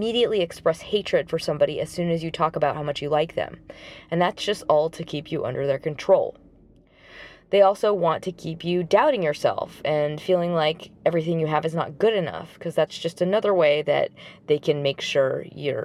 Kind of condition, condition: setting, inside a vehicle